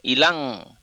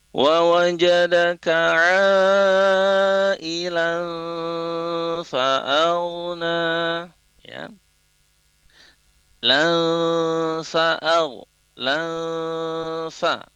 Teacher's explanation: ikhfa itu adalah samar. Apanya yang samar? Bunyi nunnya yang samar. · Shown in: second take